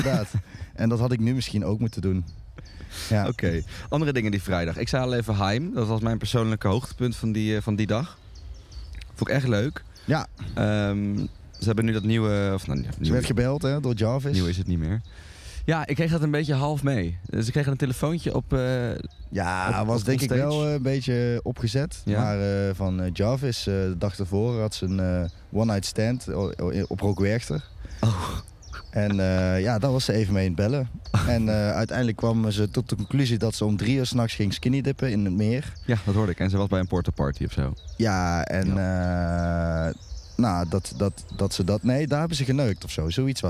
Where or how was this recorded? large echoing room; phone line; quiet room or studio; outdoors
outdoors